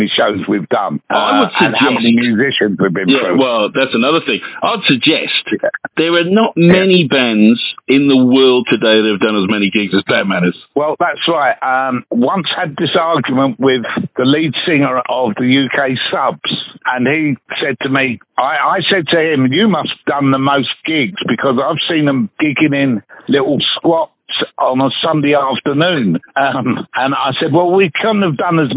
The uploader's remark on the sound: On the phone.